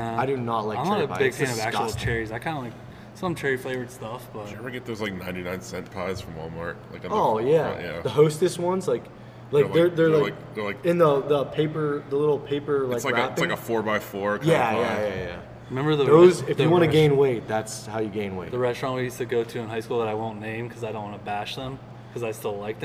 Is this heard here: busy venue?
yes